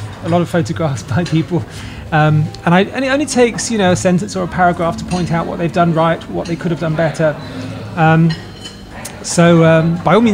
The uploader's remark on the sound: The Brighton listener meet up recorded live on location in the south's most vibrant seaside town on the Palace Pier. Those who came to the live show also get a chance to ask questions from the floor.